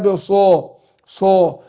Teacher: والصاد ابان تفخمها مع الصفير اللي فيها